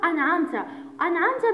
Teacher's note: بعد النون الساكنة أتى حرف العين وحرف العين من حروف الإظهار، فنطقنا بالنون الساكنة ظاهرة